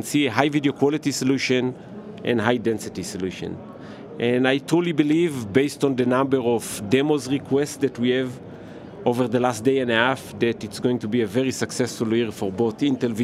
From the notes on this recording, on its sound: livecast from the National Association of Broadcasters conference in Las Vegas